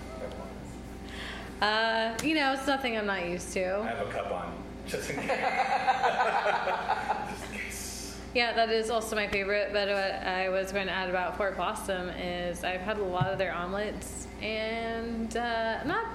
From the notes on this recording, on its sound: Recorded in the one & only Spokeasy Public House.